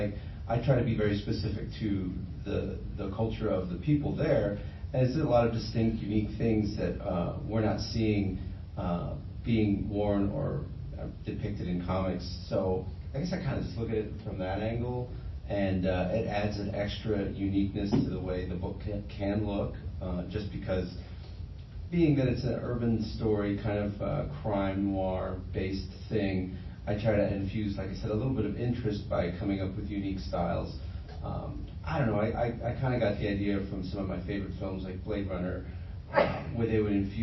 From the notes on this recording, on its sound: Tucson Comic-Con Panel - Latinx Creators. The panel was held at Tucson Comic-Con.